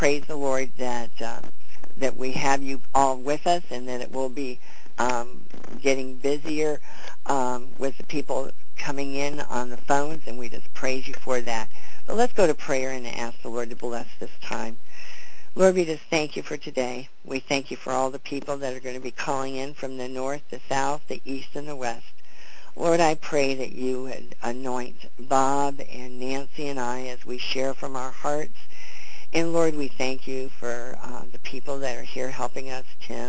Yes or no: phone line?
yes